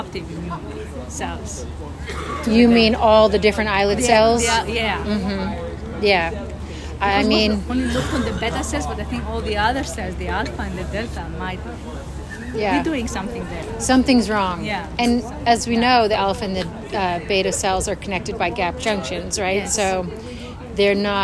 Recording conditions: busy venue